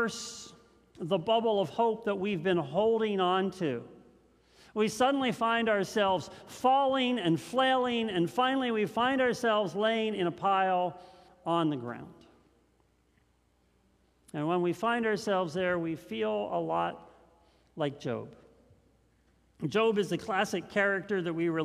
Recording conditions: large echoing room